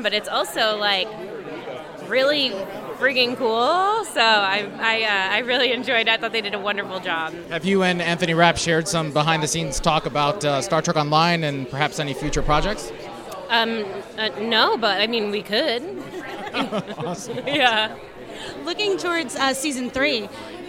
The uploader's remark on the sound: interviews from the Red Carpet of the Star Trek Discovery Panel at PaleyFestNY 2019